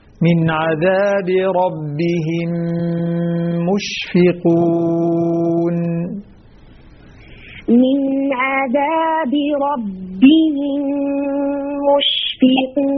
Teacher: ميم مع الميم إدغام الشفوي ويحتاج إلى غنة مشبعة